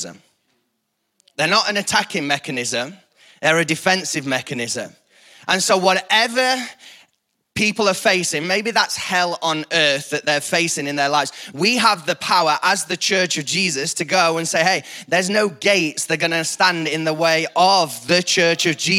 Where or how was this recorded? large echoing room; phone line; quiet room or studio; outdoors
large echoing room